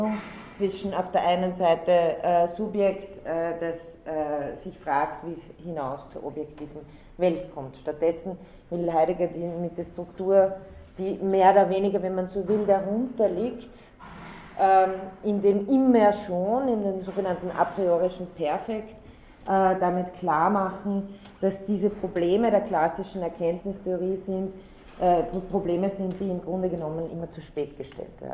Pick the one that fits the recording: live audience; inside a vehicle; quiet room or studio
live audience